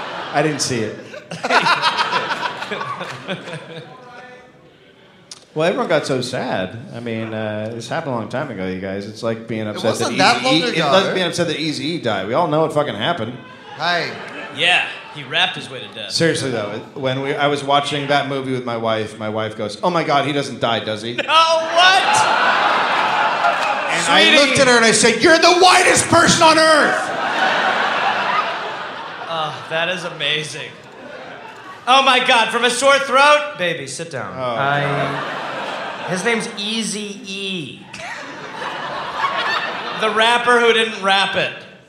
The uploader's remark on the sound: Live in Seattle.